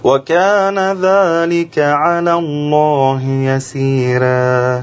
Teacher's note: ورش بيرقق كل راء مفتوحة قبلها ياء مادية